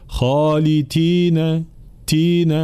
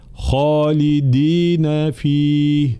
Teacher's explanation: كلمة خالدين دائما ننبه على حرف الدال، حرف شديد مجهور · Shown in: second take · الكثير يقرأ فيقول خالدين تين بين الدال والتاء، أو خالدين دال ومعها همس، لا خالدين فيه هكذا.